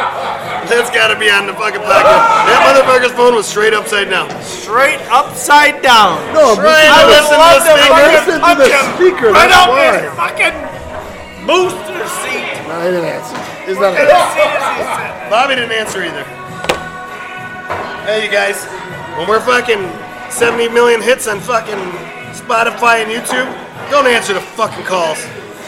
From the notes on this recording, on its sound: We recorded postgame at a bar with a few hooligans